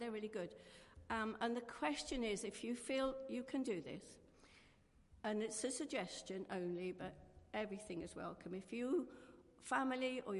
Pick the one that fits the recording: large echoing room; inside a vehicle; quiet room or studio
large echoing room